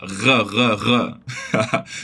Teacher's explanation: o som do R sozinho, que lembra muito aquele movimento que fazemos para dar uma coçada na garganta